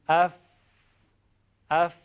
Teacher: یعنی سر دندانهای بالا میاد روی لب پایین. · Term: حرف فا